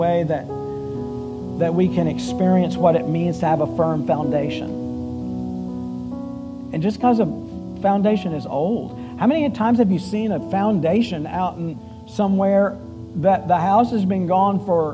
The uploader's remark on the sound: Full Sunday Service July 16, 2023